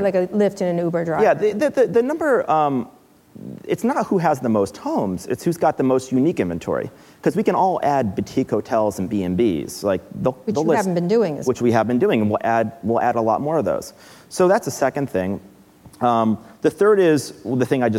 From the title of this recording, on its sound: Live at Code 2018